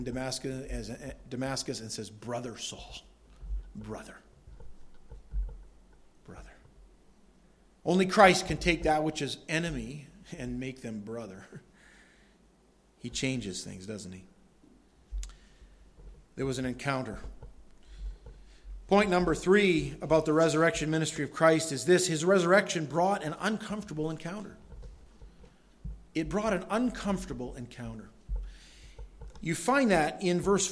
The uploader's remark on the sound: Delivered at Madawaska Gospel Church.